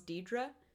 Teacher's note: some people do call themselves Deirdre and just don't pronounce the first R